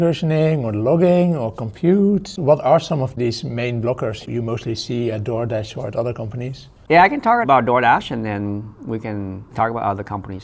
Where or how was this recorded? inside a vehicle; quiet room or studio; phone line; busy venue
busy venue